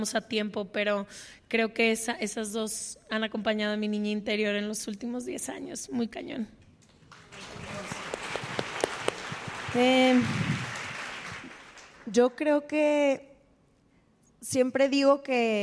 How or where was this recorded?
live audience